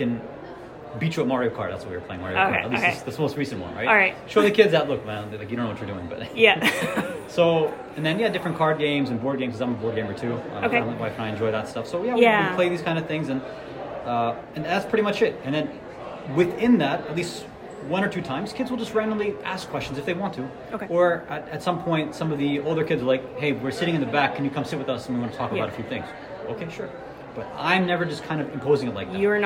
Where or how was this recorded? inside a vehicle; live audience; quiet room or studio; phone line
live audience